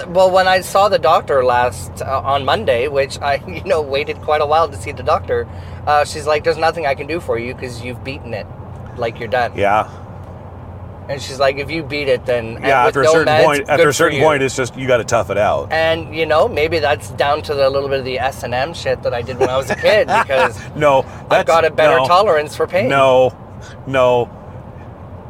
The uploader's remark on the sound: This episode was recorded (using hands free microphones) as we drove to a drag bingo show we produce together in Peterborough Ontario.